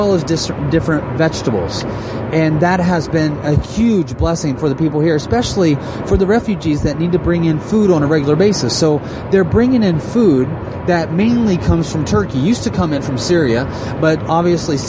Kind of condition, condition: setting, inside a vehicle